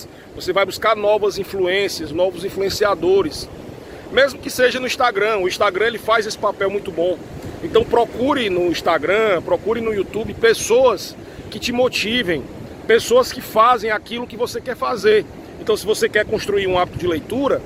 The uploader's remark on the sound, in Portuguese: Neste episódio gravado na praia (por isso o ruído do vento).